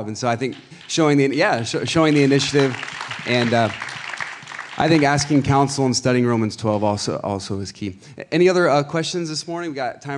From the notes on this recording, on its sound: Panel Discussion at Rock Hill Conference.